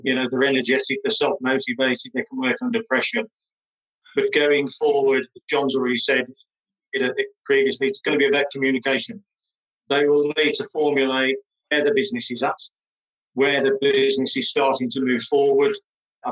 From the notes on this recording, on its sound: recorded as part of a webinar series for Human capital Group’s Housebuilder Business Resilience Hub